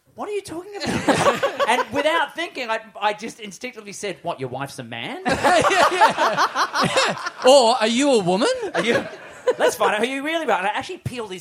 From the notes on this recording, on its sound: We're back LIVE in Melbourne